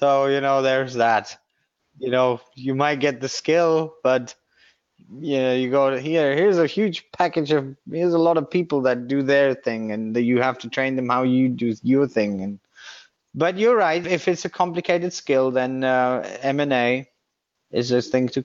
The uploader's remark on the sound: joined us on this panel webinar